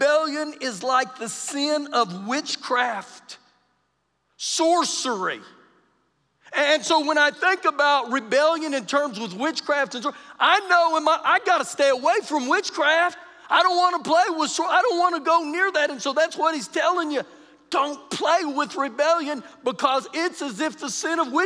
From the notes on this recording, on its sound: Recorded live during our Wednesday night service